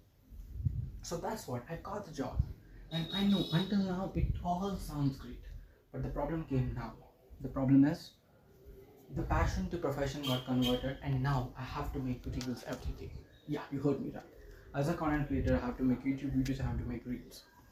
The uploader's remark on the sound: Sorry for the background noise...